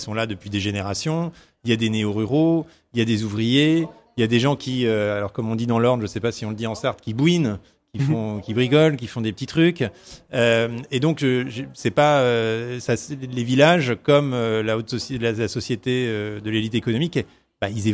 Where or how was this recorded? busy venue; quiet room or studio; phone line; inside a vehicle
busy venue